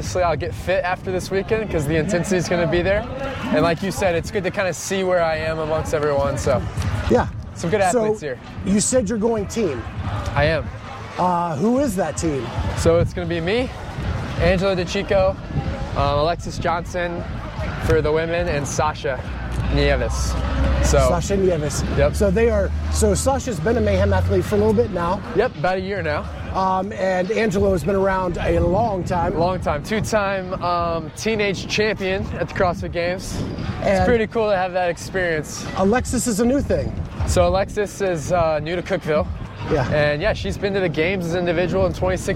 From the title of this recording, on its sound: LIVE at TFX!